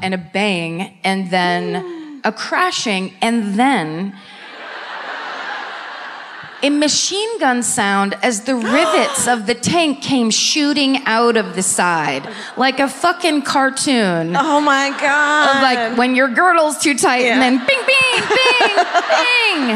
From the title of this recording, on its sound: Live at the Chevalier Theatre in Medford, MA